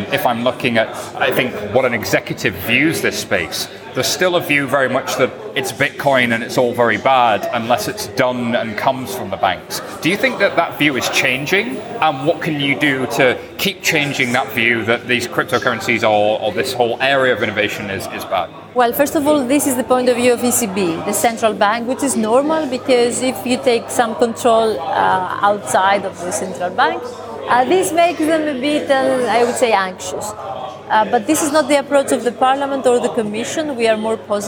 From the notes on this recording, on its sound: interviews recorded at Blockchain Live in London